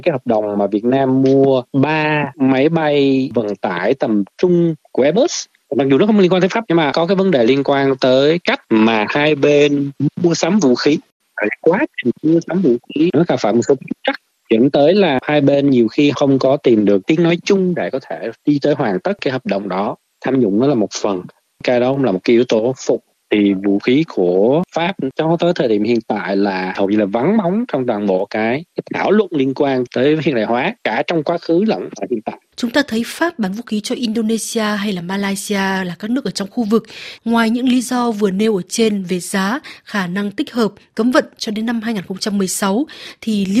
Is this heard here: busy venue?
no